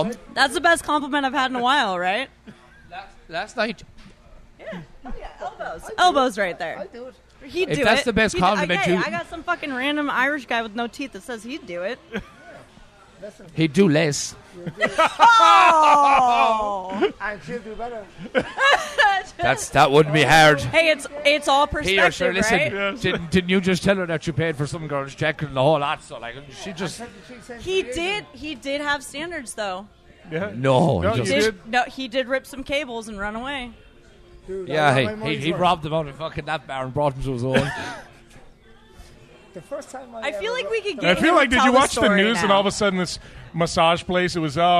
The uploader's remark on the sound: This episode was recorded in Peter Dillon's on 36th in Midtown Manhattan in New York City